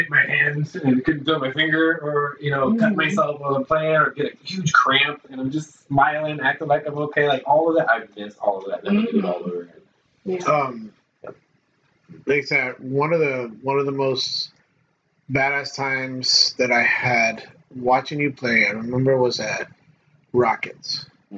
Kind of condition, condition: fault, poor sound quality